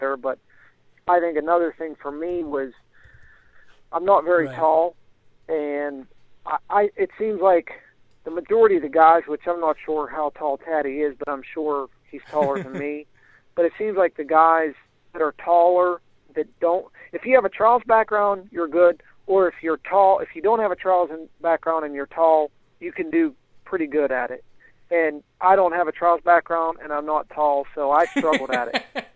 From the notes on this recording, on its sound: on the phone